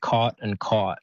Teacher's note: in American English, they would say them, the vowel would be the same. So it would be cot and caught.